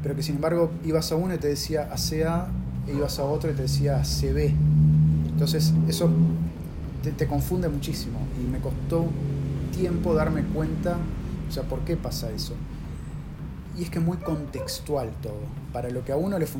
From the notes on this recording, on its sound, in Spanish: Este episodio tiene ruidos de fondo por las circunstancias en las que grabamos.